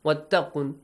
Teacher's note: Wattaqun, and Noon produces a nasal sound, right? Since it's Mushaddad. · Term: Nun Mushaddad